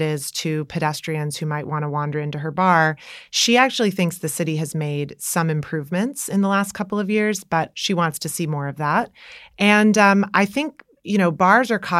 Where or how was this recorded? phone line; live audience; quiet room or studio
quiet room or studio